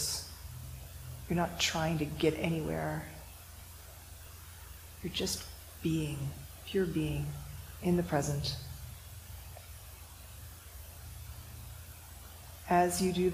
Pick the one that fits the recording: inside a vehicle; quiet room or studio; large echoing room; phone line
large echoing room